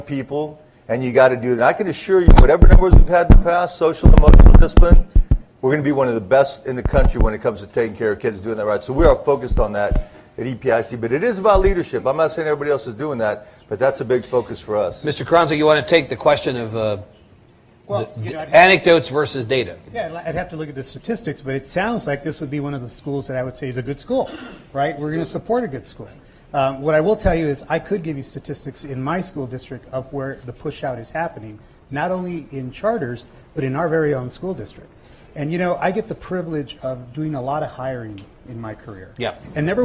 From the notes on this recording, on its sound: The event was recorded before a live audience. At the University of Texas at El Paso campus. It was part of a half-day symposium on urban public education in Texas.